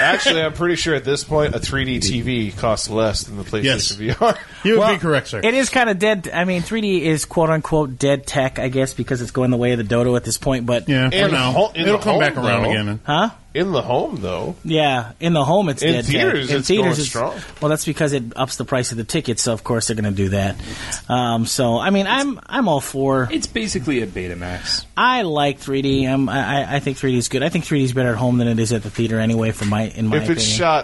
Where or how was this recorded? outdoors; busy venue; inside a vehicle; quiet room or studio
busy venue